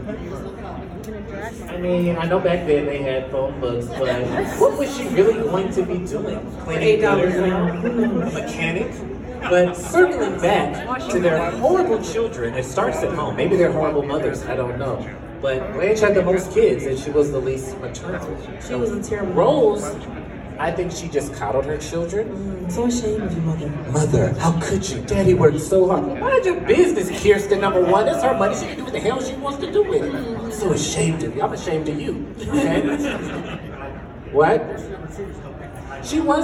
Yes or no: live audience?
yes